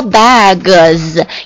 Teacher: 它是浊辅音，所以呢它加 s 之后发 z 呢